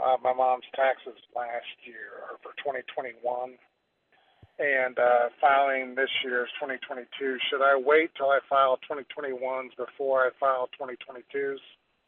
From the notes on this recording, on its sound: Friday show we are live on this beautiful Saturday before the end of tax season. Why don't we go ahead and head right to the phones. It looks like we've got our first caller on there.